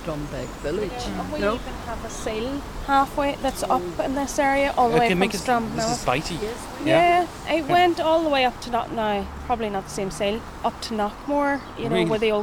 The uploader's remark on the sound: The Quarterlands Road, Drumbeg. The outdoor recording.